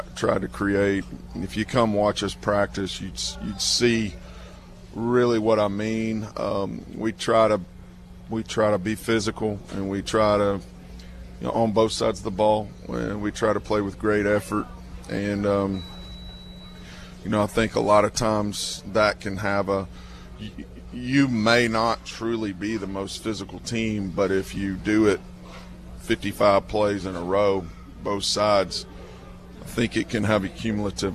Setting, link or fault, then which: setting, busy venue